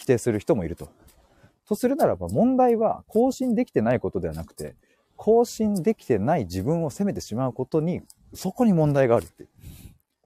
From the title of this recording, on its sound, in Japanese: 歩きながら話します